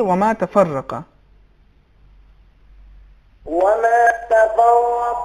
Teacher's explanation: اس میں حرف قاف میں تفخیم تھی جس کی رعایت نہیں کیا آپ نے